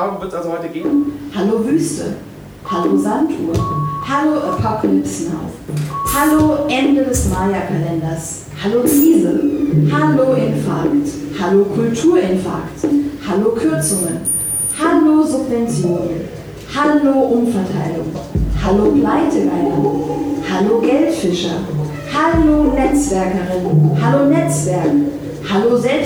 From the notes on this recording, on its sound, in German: Mitschnitt der BQV-Performance "Creatives Like Us" von andcompany&Co.